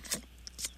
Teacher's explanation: tisk, tisk and tut, tut are both versions of the sound that you make on your teeth to express disapproval